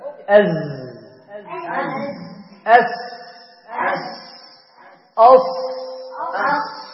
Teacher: أصل الصوت يتوجه إلى الصفحة الداخلية للثنايا السفلى ثم ينصدم به فيخرج صوتا حادا يتابع الخروج إلى خارج الفم من فوق الثنايا السفلى. · Term: الصفير